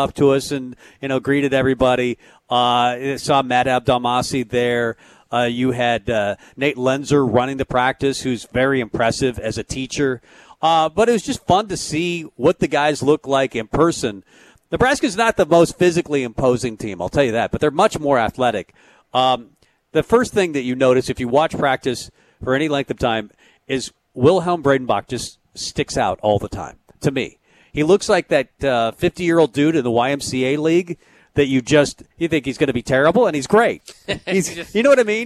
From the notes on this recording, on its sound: Tailgate Tuesday live from Chick-Fil-A.